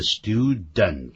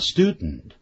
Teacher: 在美式英语里头啊，每一个字的结尾是 den 或者是 ten 的这样音的时候，用鼻音出来的 · Shown in: second take